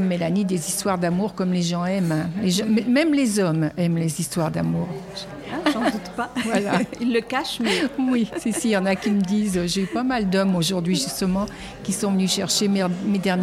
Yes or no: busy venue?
yes